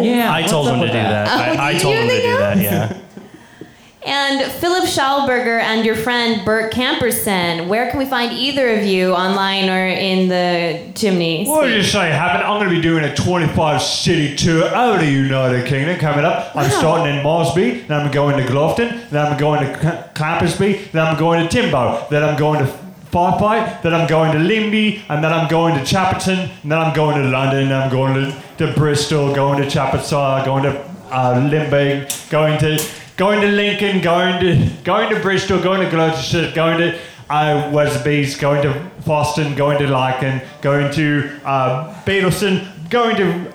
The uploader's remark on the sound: Recorded live at Kelly's Olympian!